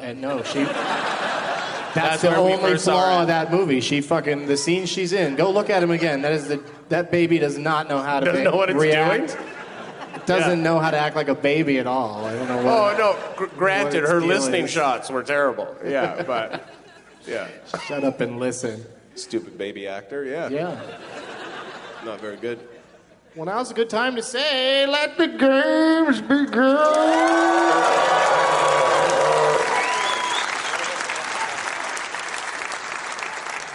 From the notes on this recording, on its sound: Live from Toronto's Just For Laughs Festival